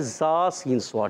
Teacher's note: زبان کی بالکل باریک نوک اور نیچے اور اوپر والے دانتوں کے اندرون کنارے سے اندرون کنارے میں یہ زبان کی نوک لگتی ہے نیچے اور